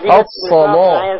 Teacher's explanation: اللام هنا مغلظة لورش